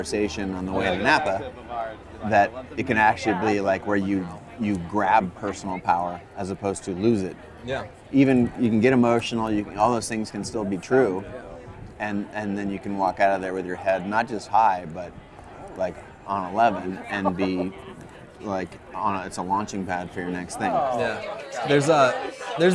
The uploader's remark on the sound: Instead of the usual studio conversation. Recorded the show while grabbing a burger & margarita just around the corner from CreativeLive in Seattle. It’s a bit loud at times, but I think the ‘fly on the wall’ experience is absolutely worth it.